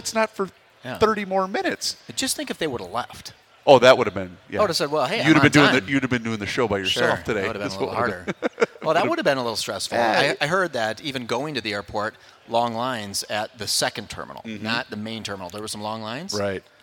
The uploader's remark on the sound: live at the 2024 MN Golf Show